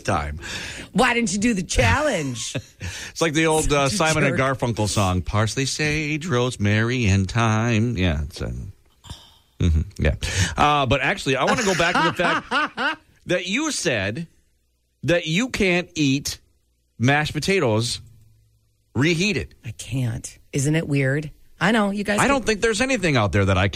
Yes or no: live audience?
no